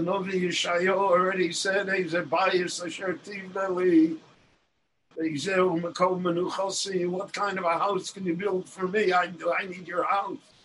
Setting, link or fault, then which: link, video call